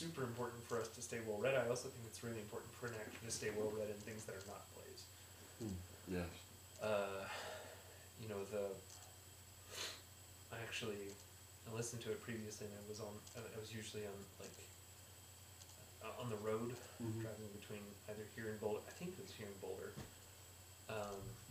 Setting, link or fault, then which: fault, poor sound quality